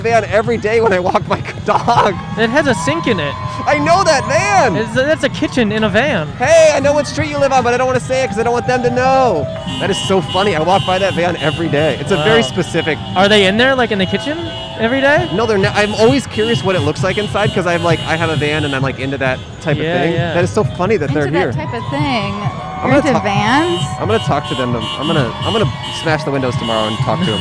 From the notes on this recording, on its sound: Recorded on Sunset Blvd in Silver Lake, Los Angeles.